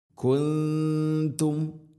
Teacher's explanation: നൂനിനെ അവ്യക്തമാക്കി മണിക്കണം